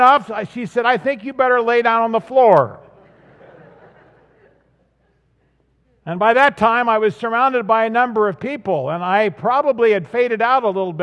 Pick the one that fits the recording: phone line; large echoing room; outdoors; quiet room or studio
large echoing room